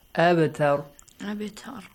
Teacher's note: So it means in this case the qalqala is applied but weak one.